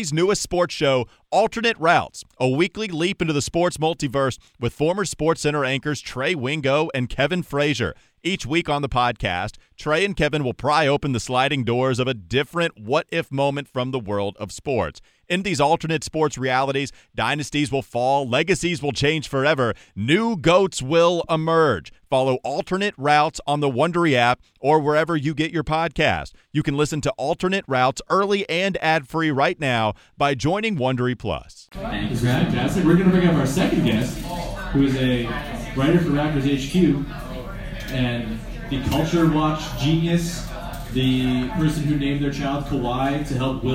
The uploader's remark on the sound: For a live podcast recorded at Odds Bar in Hamilton, ON. Apologies for the very "recorded in a bar" audio quality.